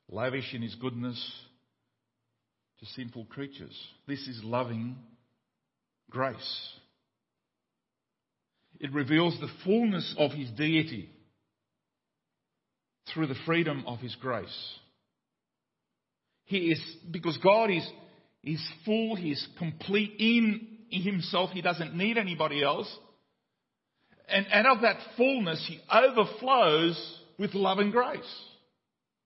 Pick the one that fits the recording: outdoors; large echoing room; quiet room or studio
large echoing room